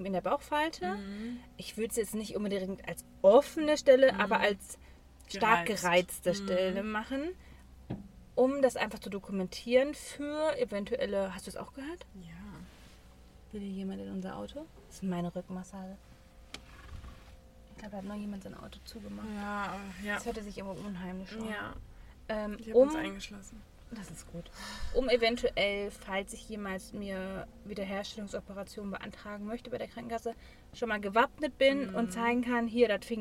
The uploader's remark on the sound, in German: Live aus dem Auto: Wir warten auf unser Essen